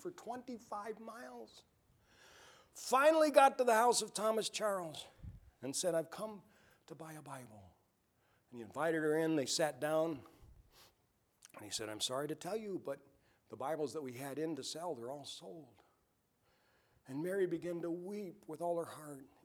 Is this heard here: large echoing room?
yes